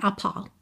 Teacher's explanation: O A, o segundo A, alongado, certo? O R não enrola. · Term: pronúncia britânica